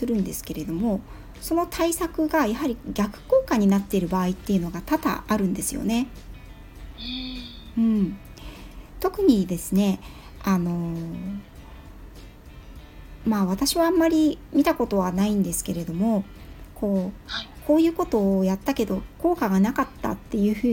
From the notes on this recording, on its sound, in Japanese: スマホ2台で収録した。クラブハウス。ペットのホリスティックケア roomで開催された。未編集なのでお聞き苦しいところがあるかもしれません。